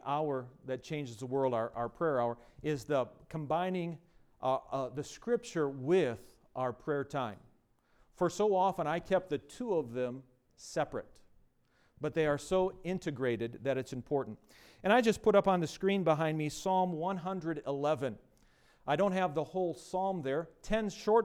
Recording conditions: large echoing room